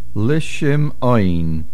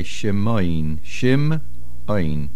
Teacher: Make sure we hear the ayin. Many people swallow the ayin and say shim ayin. · Shown in: first take